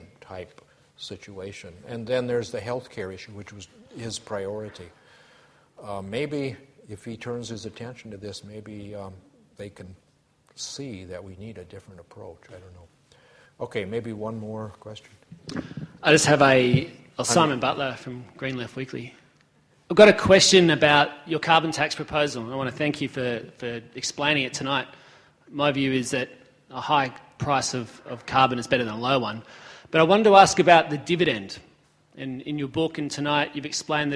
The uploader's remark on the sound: A Sydney Ideas lecture